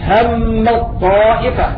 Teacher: أضغمت التاء في الطاء حتى ننطق بطاء مشددة